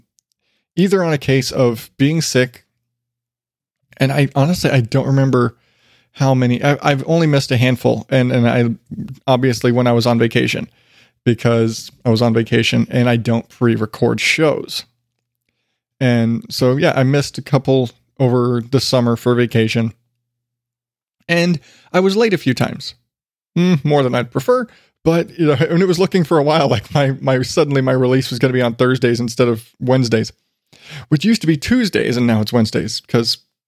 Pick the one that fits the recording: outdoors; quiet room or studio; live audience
quiet room or studio